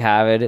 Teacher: you drop the R essentially